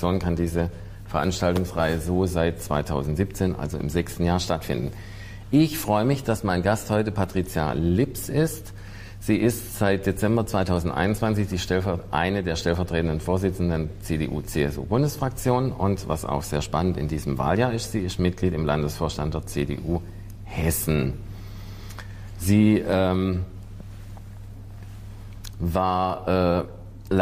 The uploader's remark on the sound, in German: Politik live aus der Ständigen Vertretung StäV Berlin